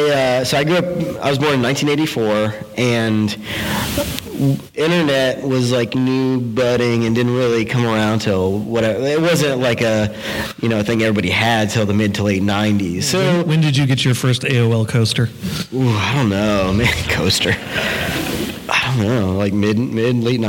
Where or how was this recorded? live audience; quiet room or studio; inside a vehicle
live audience